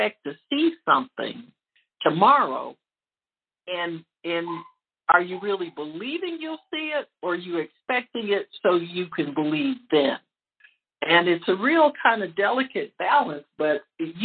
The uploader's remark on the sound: HEALING TEACHING CONFERENCE CALL - Audio.